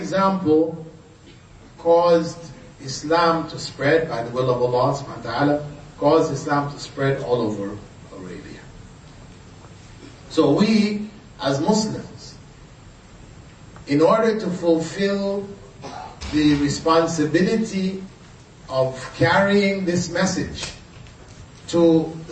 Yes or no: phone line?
no